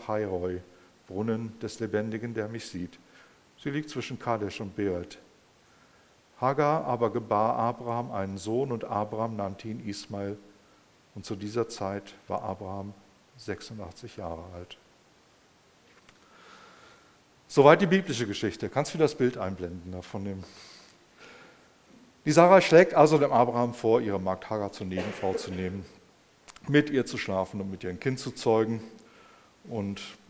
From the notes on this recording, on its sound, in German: im Rahmen des Gottesdienst mal anders